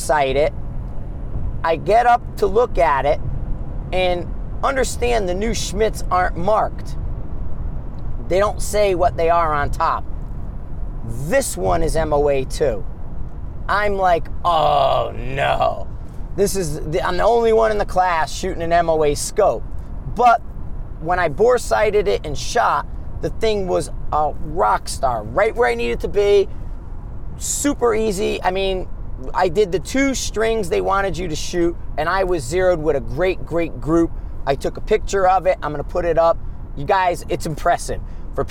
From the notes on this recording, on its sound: Driving Back from Gunsite, a road trip episode